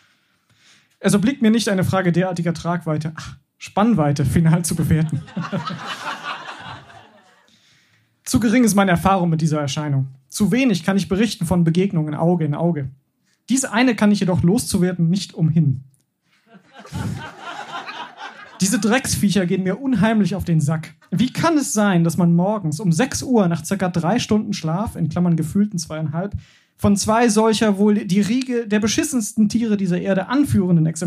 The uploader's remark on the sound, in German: Beiträge von unserer Show vom 23.04.2023 im Berliner Monarch. Unser tolles Publikum.